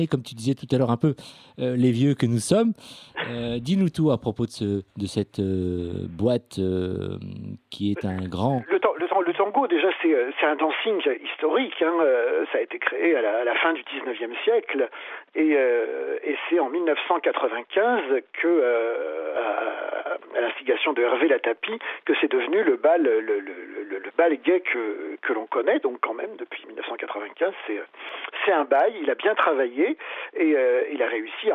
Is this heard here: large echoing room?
no